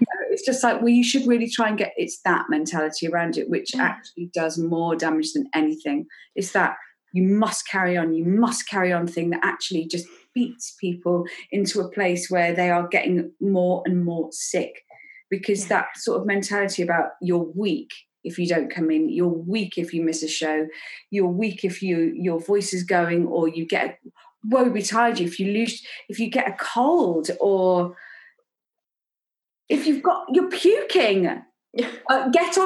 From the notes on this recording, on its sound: This episode was recorded over Zoom